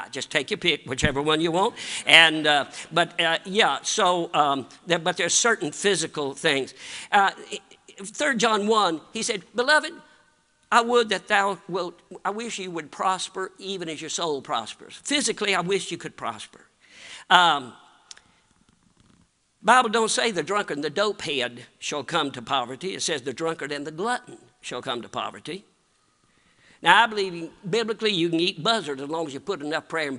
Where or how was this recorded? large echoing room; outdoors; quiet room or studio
large echoing room